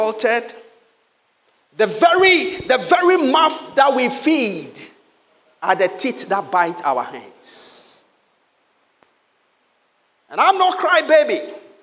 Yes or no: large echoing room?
yes